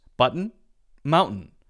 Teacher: That's the stop T. The voice goes huh, like that, cuts off, and then it continues.